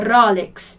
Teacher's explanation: A tônica aqui, né? A sílaba forte no italiano é no ro, né? Rolex.